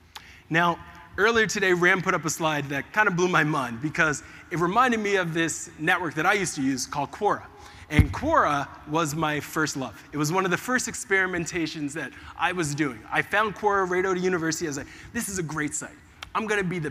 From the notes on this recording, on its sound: In this episode, I share my Keynote presentation that I gave about the power of experimentation to the audience at MozCon, one of the leading SEO conferences in the world.